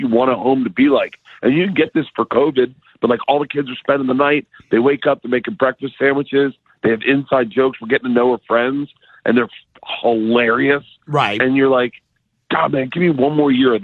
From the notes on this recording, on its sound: Makes a surprise call in to the show! On The Phone!